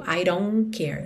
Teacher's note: E o T de don't a gente não escuta nada